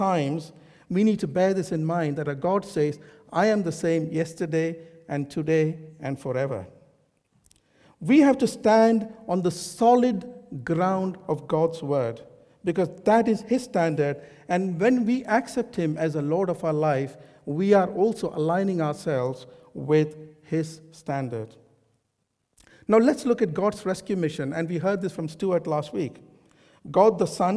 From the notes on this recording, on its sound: This sermon was recorded on Sunday 9th April 2023 at our Great Denham venue.